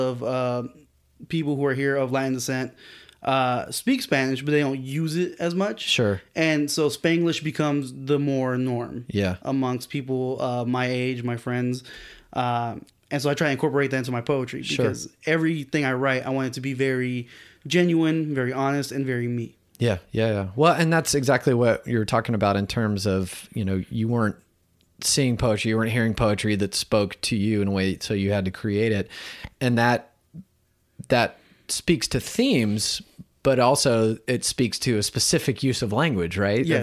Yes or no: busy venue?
no